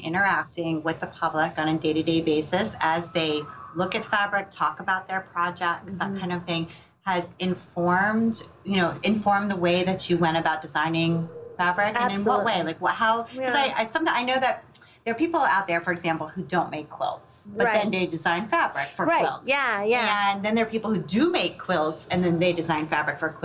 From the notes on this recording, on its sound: We recorded this episode in Savannah, Georgia, at Quilt Con 2017.